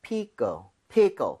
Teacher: 빠르게 하면 껄에 가깝게 자연스럽게 된소리가 될 겁니다